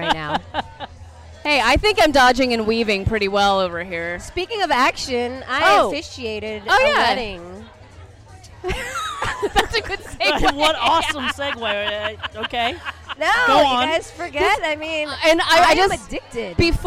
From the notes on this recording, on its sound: We're recording LIVE from the That's What She Said monthly event created for womxn by womxn in the heart of the Fillmore district of San Francisco. At the bar of The Social Study.